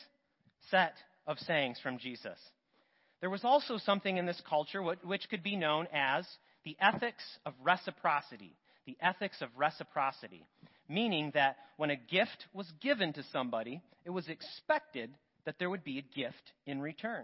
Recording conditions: large echoing room